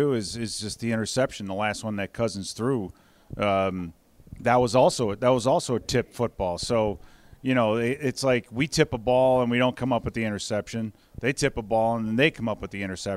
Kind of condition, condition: setting, busy venue